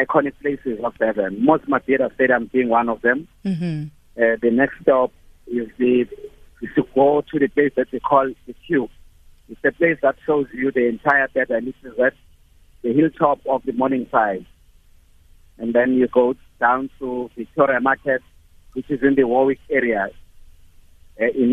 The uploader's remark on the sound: Guest (phone).